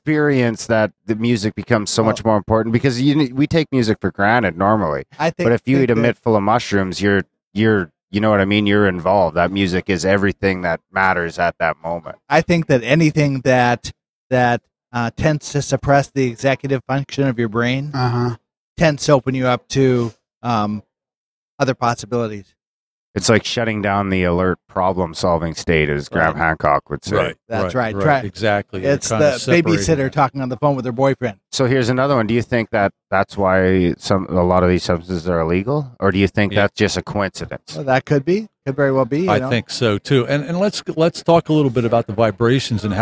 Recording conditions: busy venue